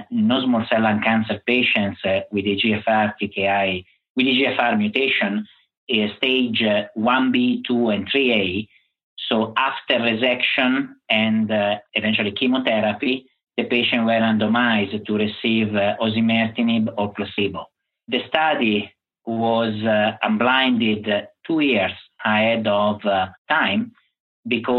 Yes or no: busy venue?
no